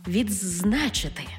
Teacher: У слові «відзначити» «д» переходить у «з».